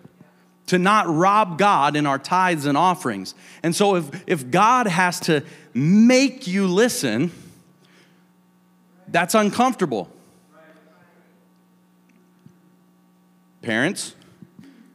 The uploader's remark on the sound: a service recording from Connect Point UPC